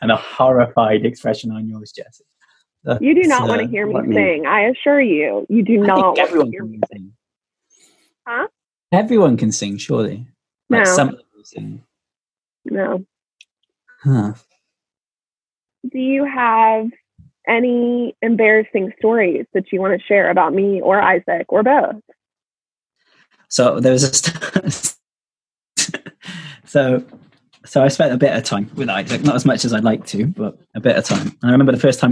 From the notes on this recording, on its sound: Wales is currently in a national lockdown and we've had to go back to recording on Zoom, which means audio quality leaves a lot to be desired.